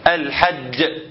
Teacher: يبقى اذا حرف الجيم اما تيجي تحط له رخاوه ما ينفعش، او توسط ما ينفعش، يبقى هو شديد